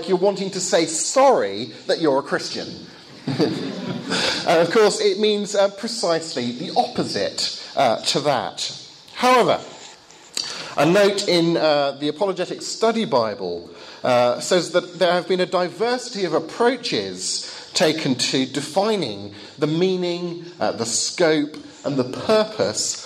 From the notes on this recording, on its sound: Lecture given in Bulgaria, 2014.